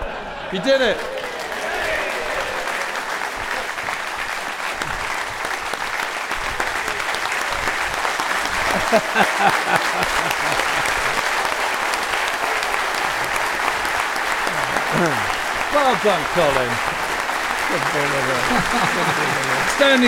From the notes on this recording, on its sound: on stage at We Have Ways Fest